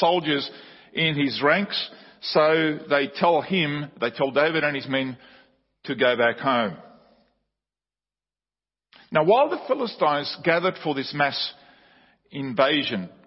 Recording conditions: large echoing room